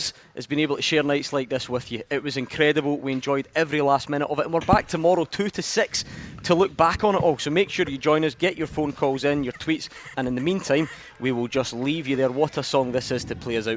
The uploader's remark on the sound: Clyde 1 Superscoreboard LIVE. Live from Scotland HQ at Drygate Brewery.